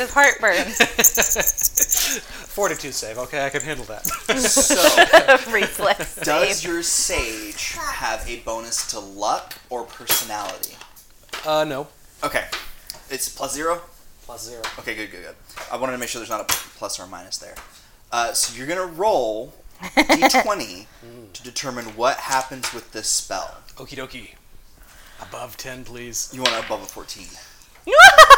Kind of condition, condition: fault, sounds in the background